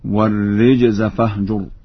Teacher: والرجز فاهجر، قرأ ورش بكسر الراء